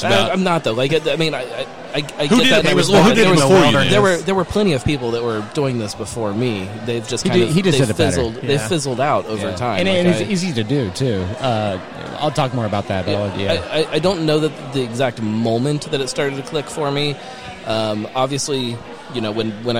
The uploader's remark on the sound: Live at Streetside